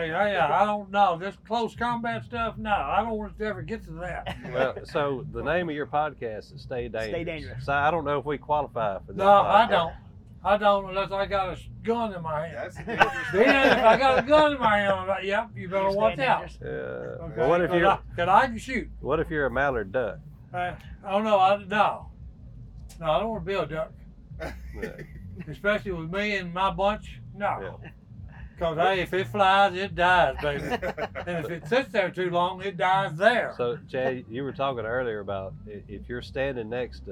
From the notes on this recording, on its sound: in Maryville, Tennessee at the Smith & Wesson Grand Opening and Fall Festival